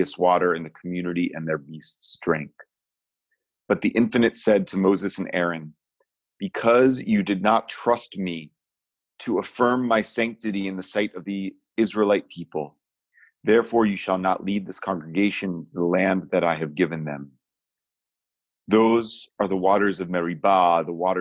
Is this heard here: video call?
yes